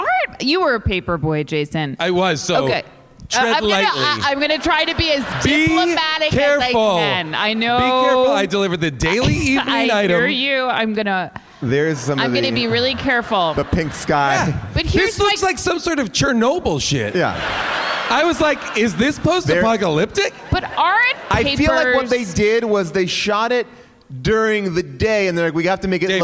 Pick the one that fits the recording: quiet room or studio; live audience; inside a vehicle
live audience